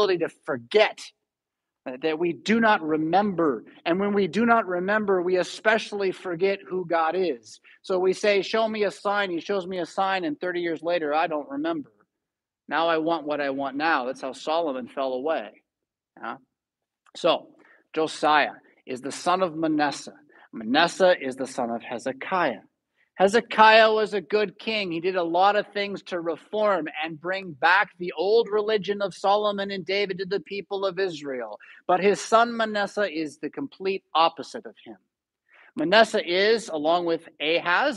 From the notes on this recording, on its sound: Preached at St Paul Lutheran Church , Rockford, Illinois on October 30, 2022.